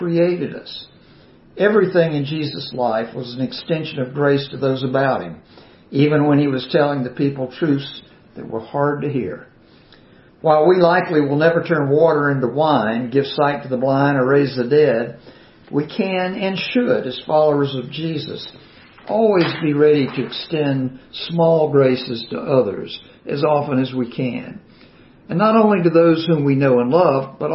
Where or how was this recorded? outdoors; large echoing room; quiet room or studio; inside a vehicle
large echoing room